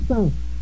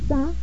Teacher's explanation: The second word contains the nasal equivalent of the vowel of the first word. · Term: nasal vowel